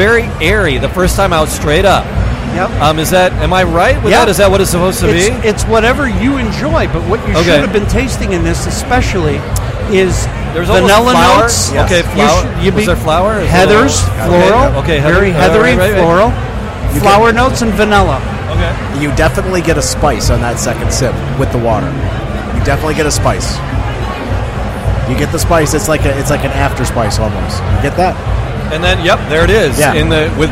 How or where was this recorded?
busy venue